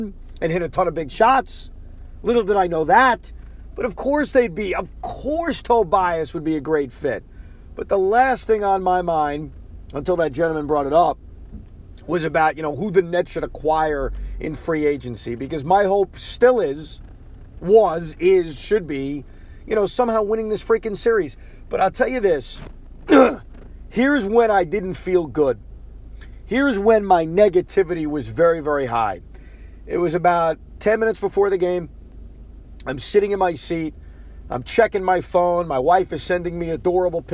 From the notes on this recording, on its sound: Does a podcast while driving home from Brooklyn after the Nets loss.